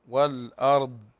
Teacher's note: كلمة الأرض ليس فيها همس. والأرض لا يوجد همس في الضاد فيها رخاوة